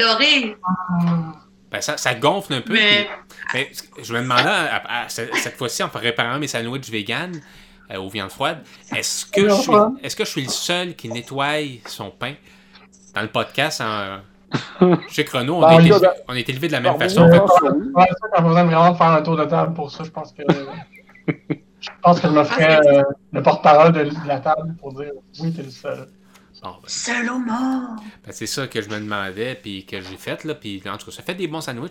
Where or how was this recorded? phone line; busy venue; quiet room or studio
phone line